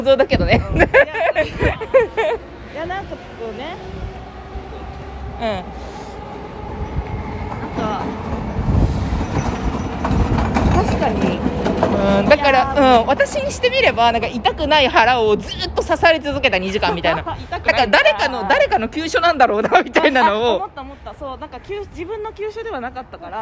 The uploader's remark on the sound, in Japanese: 映画館でた直後、ネタバレしながら歩きながら。